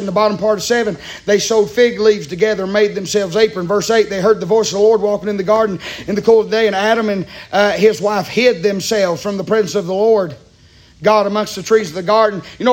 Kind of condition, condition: setting, large echoing room